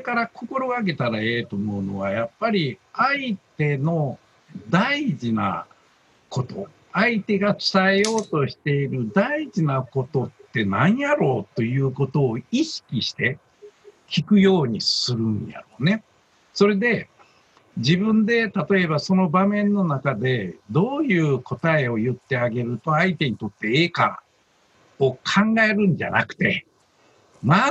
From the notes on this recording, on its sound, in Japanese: 今回は、なんと初のZOOM収録を4月21日に行いました。